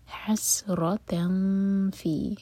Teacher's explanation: سین پر سیٹی والی آواز اور پھر را ہیوی